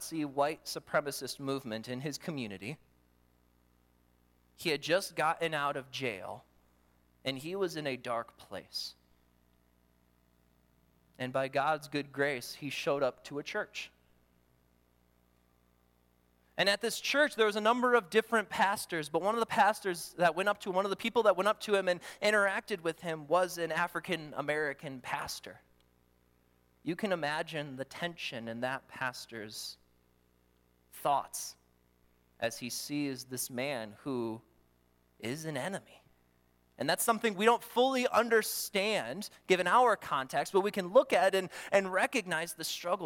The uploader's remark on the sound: During the Morning Worship Service on Sunday, September 24, 2023, at Calvary Baptist Church in Battle Creek, Michigan.